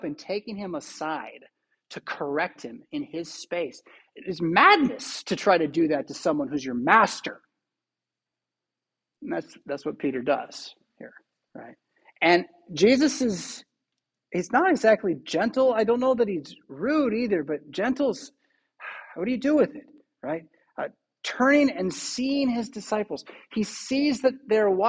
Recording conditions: large echoing room